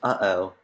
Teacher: It's a uh, glottal stop, which it it's hard to describe, but basically when you say uh oh, it's like the stop in between the uh and the oh. Like you wouldn't just say oh, you say uh oh, mm.